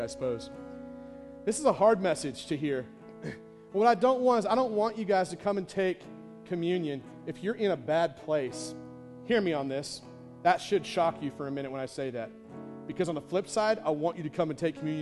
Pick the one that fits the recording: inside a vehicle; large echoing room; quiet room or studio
large echoing room